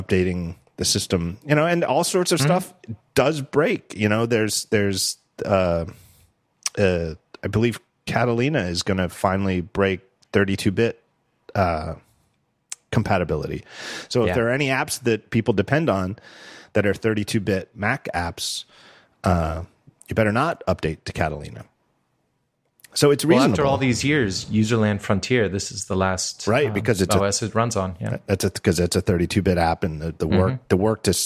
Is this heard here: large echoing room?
no